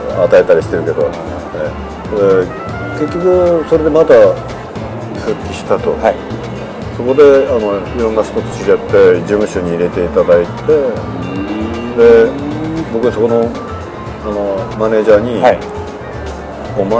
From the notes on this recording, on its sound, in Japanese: 東京都内の某所で、お話しをお聞きしました。音声につきましては、スタジオでの収録ではありませんので、多少騒がしいのはお許しいただければと思います。